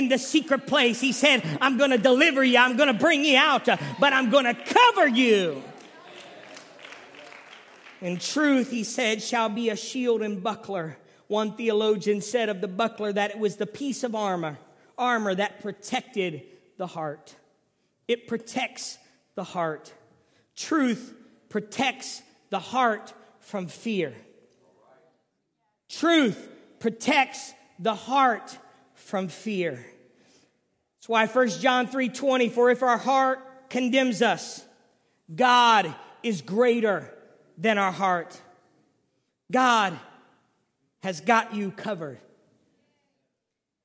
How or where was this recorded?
large echoing room